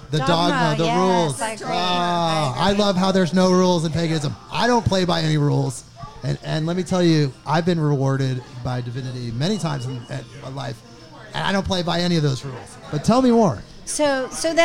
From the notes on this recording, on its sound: This takes place live at 'Whelan's Irish Pub' in Portland, OR.